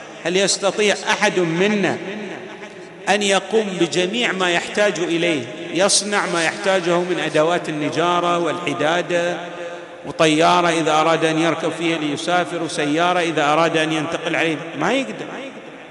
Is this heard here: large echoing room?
yes